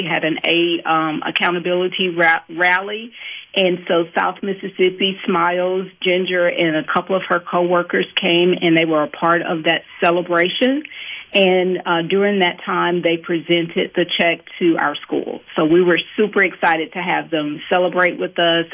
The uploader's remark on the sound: join the conversation by phone